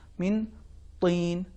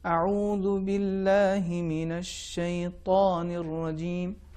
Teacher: حرف طا اس کا تلفظ مختلف ہے، چونکہ اس میں حرف صفت استعلاء اور اطباق پائی جاتی ہے، یعنی اس کو ہم پر اور بھاری تلفظ کریں گے · Term: تفخیم